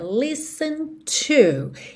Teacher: você já percebeu que esse T não aparece